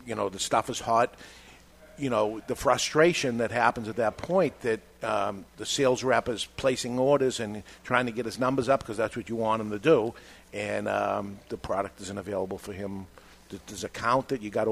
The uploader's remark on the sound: live from Two Guys Smoke Shop in Salem, NH